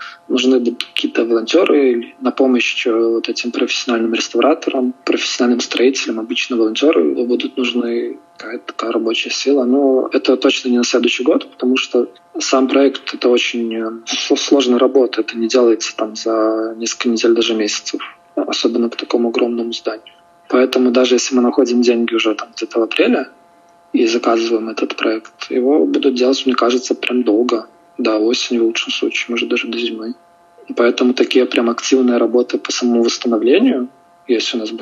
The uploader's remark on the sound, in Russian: Мы учимся делать качественно, поэтому извиняемся за качество звука в первом эпизоде.